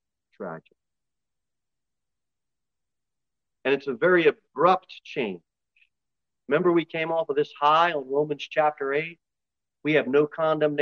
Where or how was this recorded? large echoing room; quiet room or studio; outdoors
large echoing room